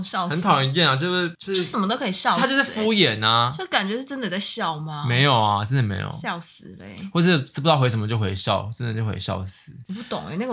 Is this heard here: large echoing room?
no